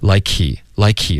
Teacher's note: 这个 k 的这个送气的声音就已经代表这个 H 的音了